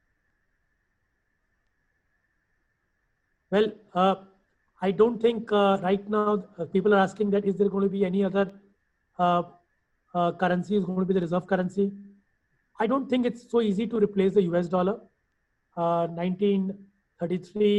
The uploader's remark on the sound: IFA Global's recorded webinar